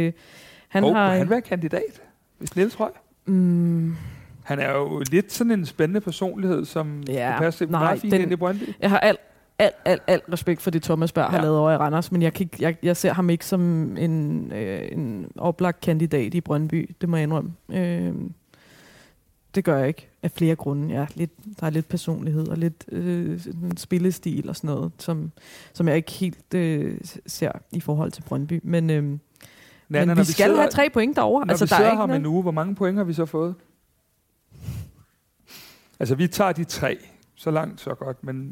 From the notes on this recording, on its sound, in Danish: Første episode er optaget sammen med 15 FCK fans og 15 Brøndby fans.